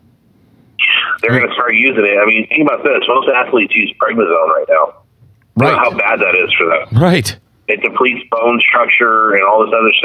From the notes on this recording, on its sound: Get him back on the phone.